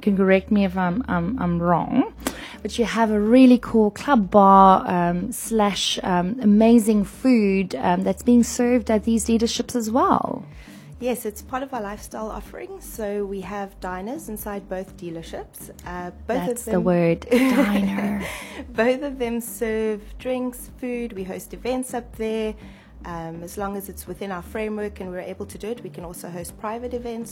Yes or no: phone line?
no